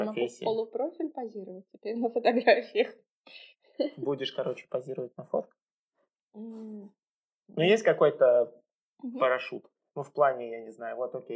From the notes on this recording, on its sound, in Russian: Про звук - мы только начинаем, поэтому пока так, а там как пойдет.